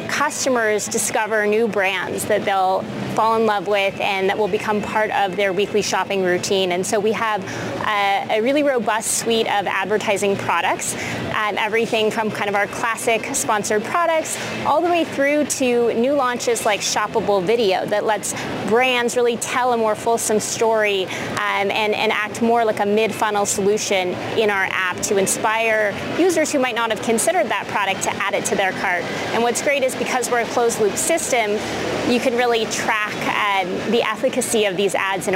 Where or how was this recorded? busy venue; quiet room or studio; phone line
busy venue